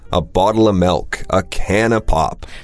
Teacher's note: a lot of the times we don't even bother pronouncing the F sound. It's just a bottle of milk, a can of pop.